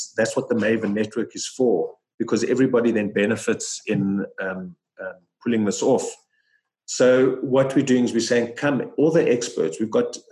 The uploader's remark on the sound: Listen to the full online Zoom call.